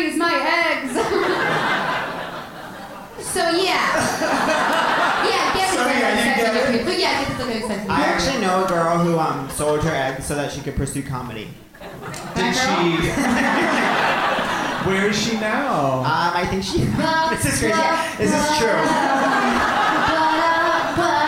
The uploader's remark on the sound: Live From The Bell House